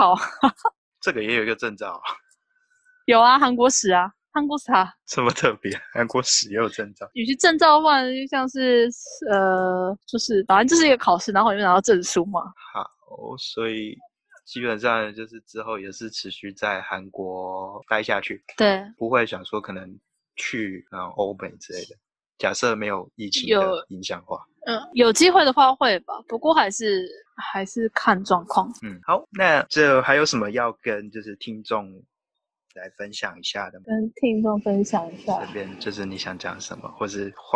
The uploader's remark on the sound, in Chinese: 又一次的遠端錄音分享。因為錄音一端在首爾街頭，一端在聽得見車聲、人聲、旺旺喵喵聲的屋內，所以會有雜音，但我盡量抑制了XD。